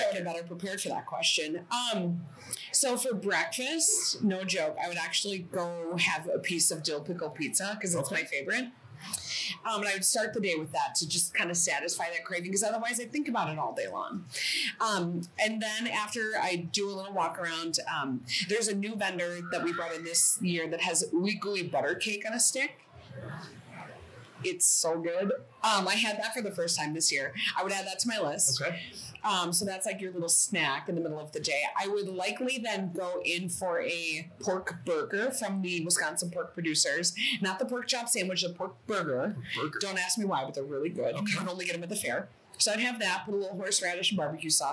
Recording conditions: background noise